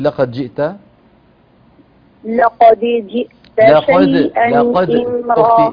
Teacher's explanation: الكسر للجيم، أما الدال ساكنة مقلقلة